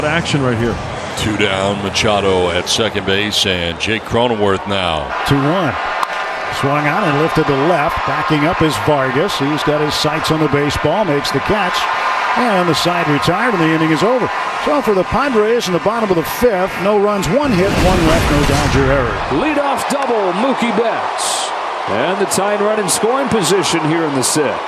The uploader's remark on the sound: Game 3 of 3 - 09.29.22 - LIVE from #petcopark.